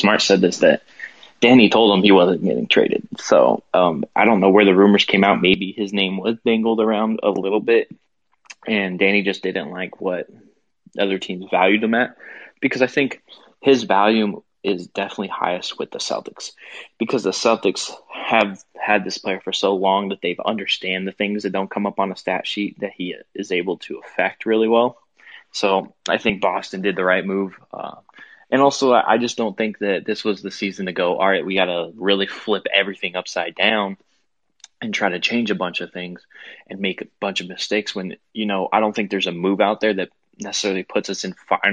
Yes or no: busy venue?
no